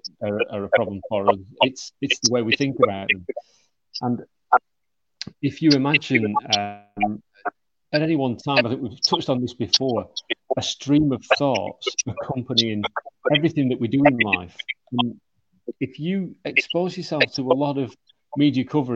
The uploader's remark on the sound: the sound quality of this episode is very off due to internet connections